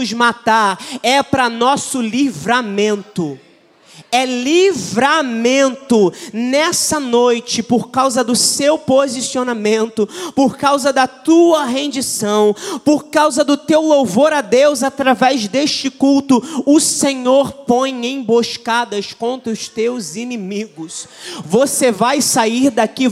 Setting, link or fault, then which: setting, large echoing room